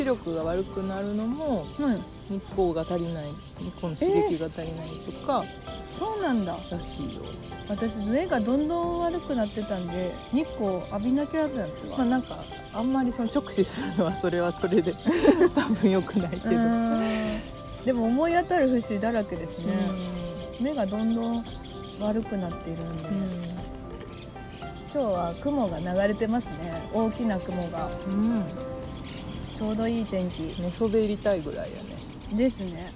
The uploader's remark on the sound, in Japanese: ピクニック収録、鳥も参加。課外活動でサンドイッチ食べながらピクニックして収録しました。